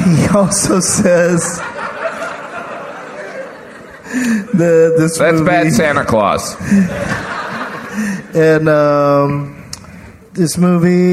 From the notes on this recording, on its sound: Recorded live at The Gramercy Theatre in New York, NY.